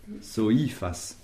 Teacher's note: tu as accentué l'avant-dernière syllabe qui n'est constituée que du i